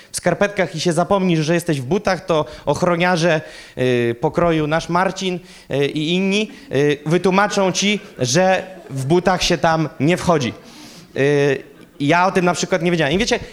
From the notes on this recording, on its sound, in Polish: Kazanie zostało nagrane podczas spotkania Makrogrupy NOF Church